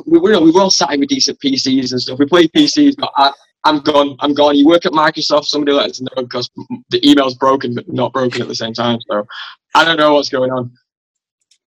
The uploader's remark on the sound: Recorded on Zoom